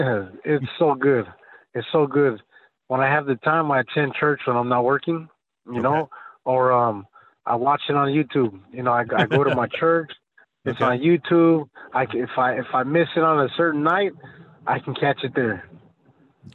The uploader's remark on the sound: our guest is calling in anonymously